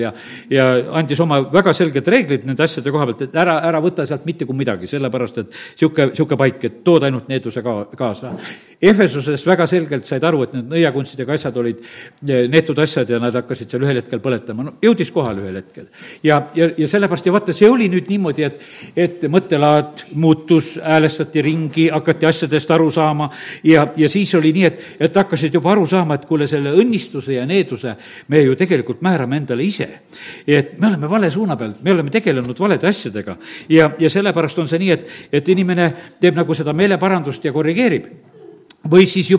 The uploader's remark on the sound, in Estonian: Audio salvestus koosolekult